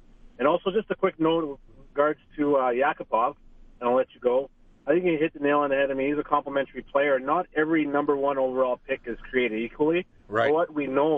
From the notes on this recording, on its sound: Takes Your Phone Calls